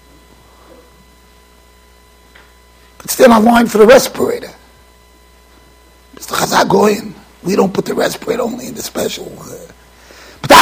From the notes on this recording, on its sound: Shiur recorded in Yeshivas Ohr Reuven, Monsey NY.